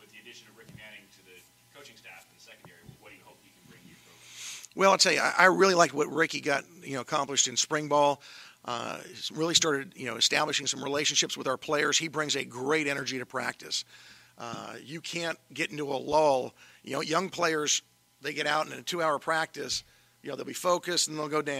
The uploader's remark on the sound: audio from the Preseason Press Conference held at Fresno State